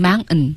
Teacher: mountain 这个单词呢，在口语里是要喉音停顿的